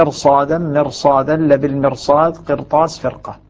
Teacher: الراء ساكنة قبلها كسر أصلي في نفس الكلمة، ولكنها تفخم لأنه قد جاء بعدها حرف استعلاء · هذه الخمس كلمات في القرآن الكريم الراء لجميع القراء فيها مفخمة لا يتأتى ترقيقها، يشق على اللسان أن مثلا يرقق الراء ثم بعدها حرف استعلاء.